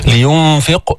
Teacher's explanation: لينفق، جيب القلقلة، هون القاف مفخمة بس منها بأعلى درجات التفخيم، لأنه قبلها هي سكنت وقبلها مكسور، يعني بعد الدرجة الثالثة اللي حكينا عنها في المرات السابقة.